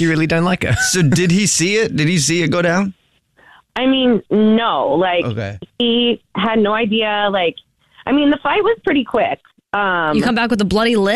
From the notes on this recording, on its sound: We get that other person on the phone